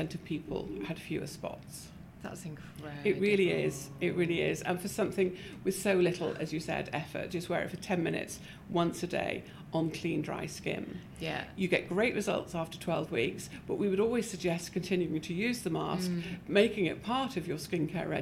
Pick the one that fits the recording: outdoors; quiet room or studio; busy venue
busy venue